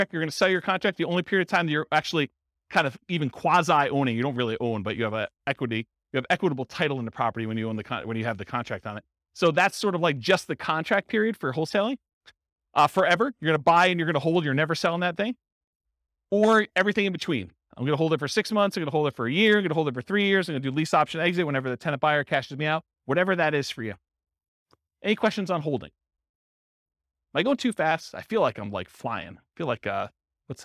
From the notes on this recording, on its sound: This was a live class recorded. In Ventura, California.